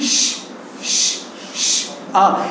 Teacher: التفشي اللي في الشين ظاهر بصوره اكبر من الايه من التفشي او الانتشار الموجود في الثانيه.